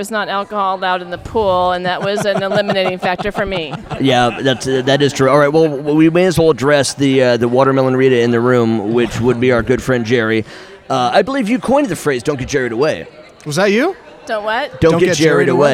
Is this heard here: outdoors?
yes